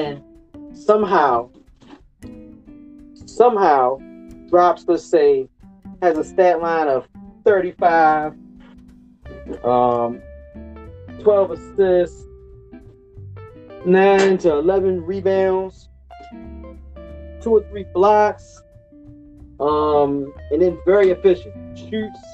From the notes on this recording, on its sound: don't kill me for the sound